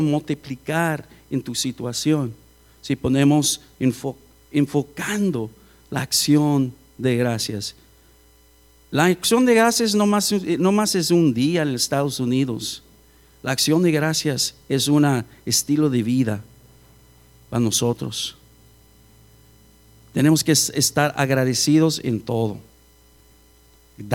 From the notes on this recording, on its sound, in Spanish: Grabado en Iglesia La Casa Del Alfarero. Edinburg, TX.